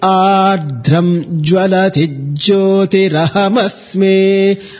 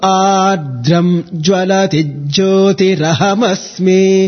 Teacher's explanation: after Jvalati, there is no visarga, so it doesn't become Jvalatir Jyoti · Shown in: second take